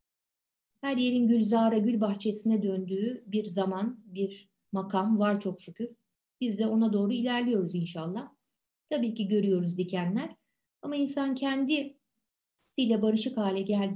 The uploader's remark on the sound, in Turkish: Pandemi döneminde derslerimizi Zoom programı üzerinden online olarak yaptığımız için kayıt etme imkanımız da oldu.